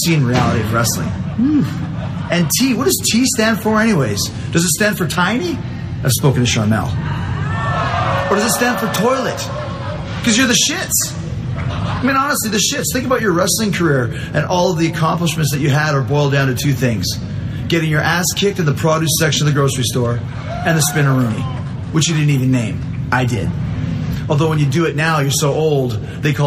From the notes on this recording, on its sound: Recorded at the Houston Improv.